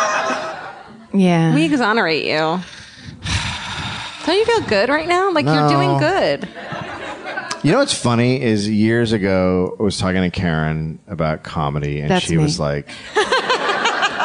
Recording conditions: live audience